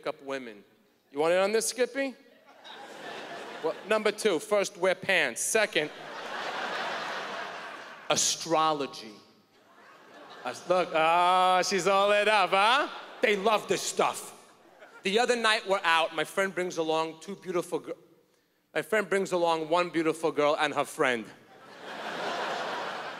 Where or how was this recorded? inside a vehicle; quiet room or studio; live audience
live audience